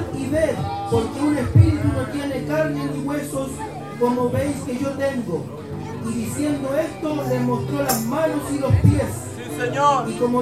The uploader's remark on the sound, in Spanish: En vivo (sonido Ambiente). Temas entonados en la celebracion de sus 33 años de Aniversario de la Amada iglesia de San Ramon.